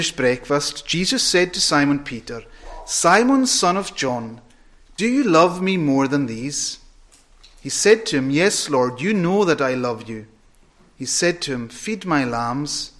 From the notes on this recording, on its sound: Friday Evening Communion Preparatory Service, recorded at North Harris Free Church on the evening of Friday 16th September 2022.